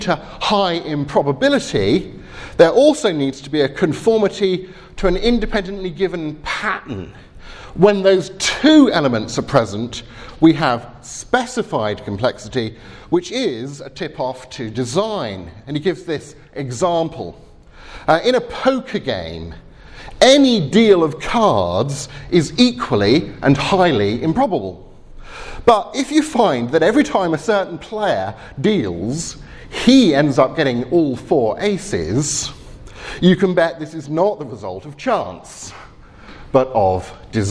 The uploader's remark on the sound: Talk with Q&A at Trondheim University's 'Skeptics Week', 6th March 2018.